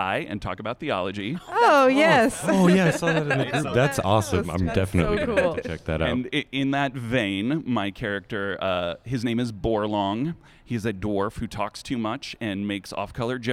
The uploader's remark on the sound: Live from PodCon